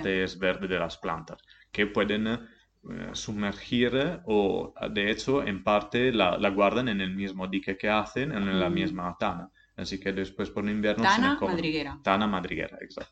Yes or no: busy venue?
no